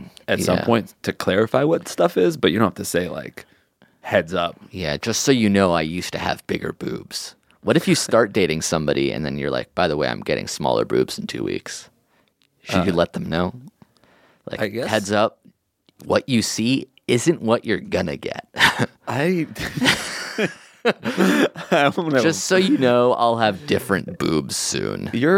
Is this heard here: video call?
no